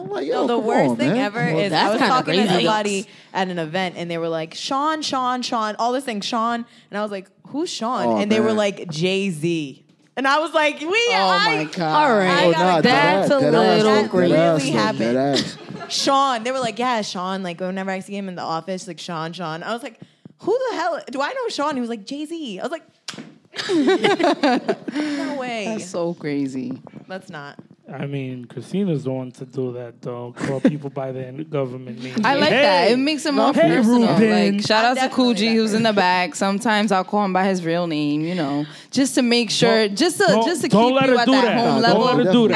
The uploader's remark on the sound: Live at Trade